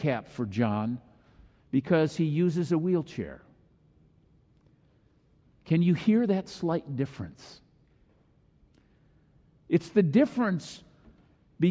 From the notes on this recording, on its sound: Delivered during the Traditional Worship service.